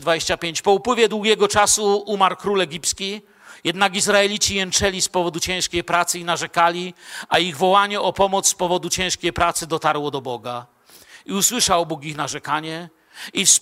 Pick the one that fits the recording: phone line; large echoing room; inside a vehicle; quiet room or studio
large echoing room